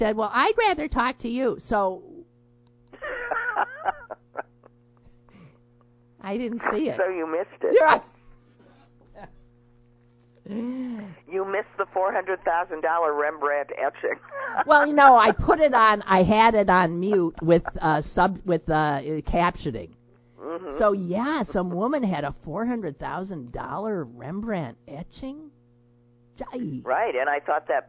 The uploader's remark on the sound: is on the phone with us